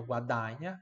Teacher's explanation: Guadagna, tem o A sempre aberto, guadagna, o G som de NH, como eu já falei.